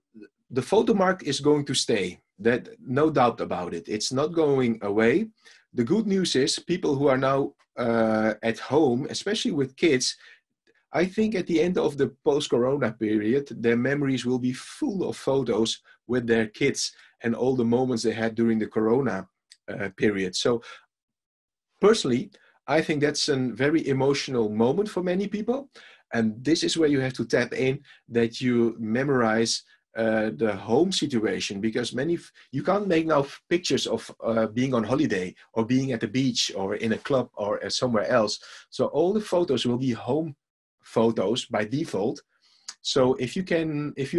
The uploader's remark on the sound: recording of a live webinar